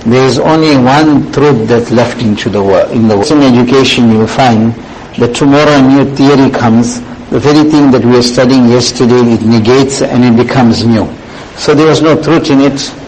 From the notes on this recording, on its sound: Jumuah lecture